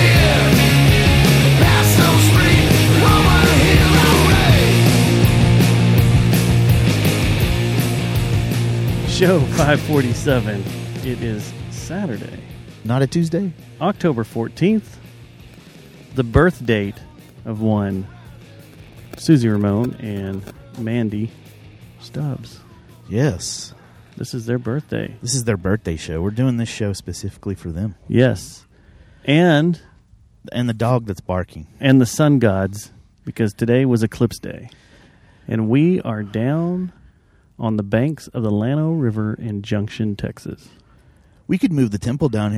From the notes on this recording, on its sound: Road Trip: Junction, Texas. We were out on the road this past weekend and decided to do the show in the heart of the hill country, Junction Texas. We recorded it on the banks of the South Llano River with an audience of kayakers and white-tailed deer.